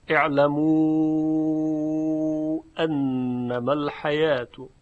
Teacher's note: در اینجا مد منفصل هست اعلموا که حرف واو حرف مدی و سبب اون حمزه انما در کلمه بعد هست